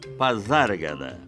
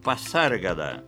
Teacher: Nem poderia ser diferente, já que o S aí é intervocálico e por isso mesmo tem o som de Z · Shown in: first take